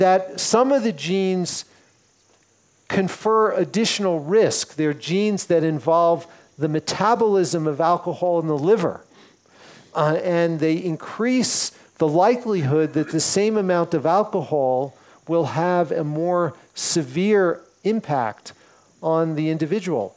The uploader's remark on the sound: Recorded in front of a small group in Toronto in 2015.